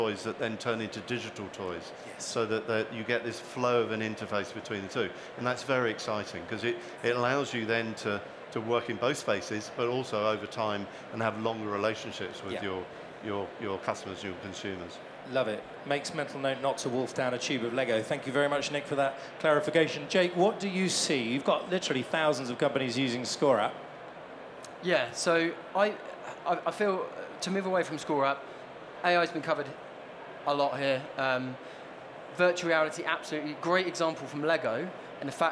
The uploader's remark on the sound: Elite Business Live has gone on tour to some of the best events and expos across the country, with our last and final stop at the Technology For Marketing expo at London Excel.